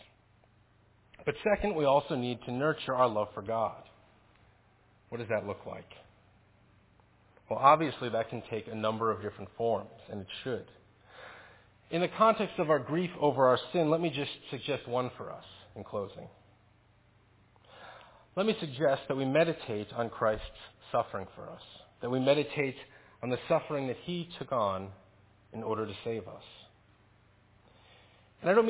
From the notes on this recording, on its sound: Faith Presbyterian Church – Evening Service.